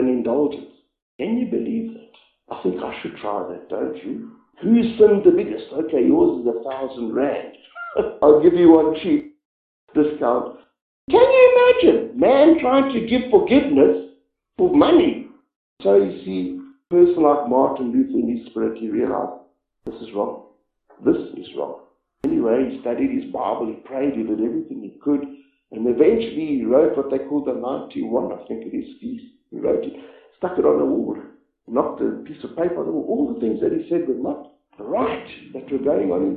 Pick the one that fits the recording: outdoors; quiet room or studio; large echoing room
large echoing room